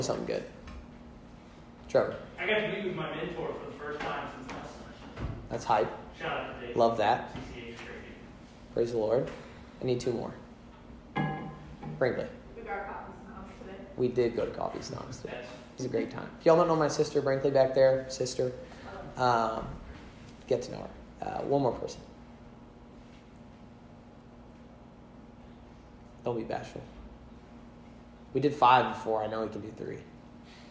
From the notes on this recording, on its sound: Delivered at Old Drum Coffeehouse on 1/27/21